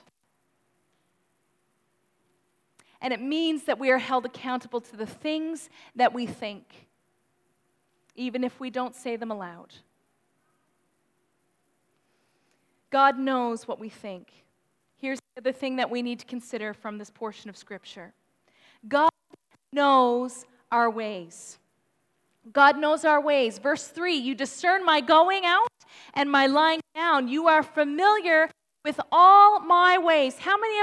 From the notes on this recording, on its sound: Please note that this recording has distortions.